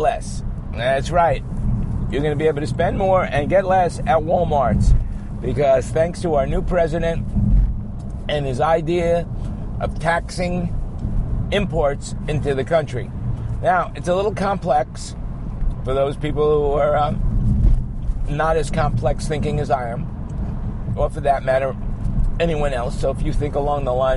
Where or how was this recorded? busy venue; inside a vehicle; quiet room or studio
inside a vehicle